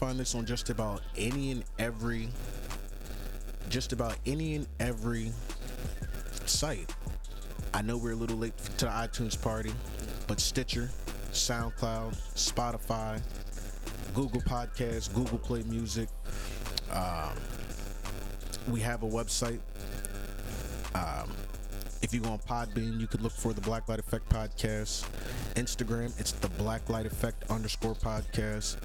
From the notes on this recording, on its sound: Due to some technical issues there is a little static during the recording. We addressed this issue AFTER this episode was recorded unfortunately!